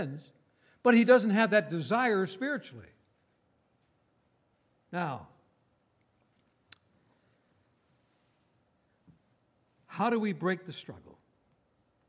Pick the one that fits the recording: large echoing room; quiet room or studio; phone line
large echoing room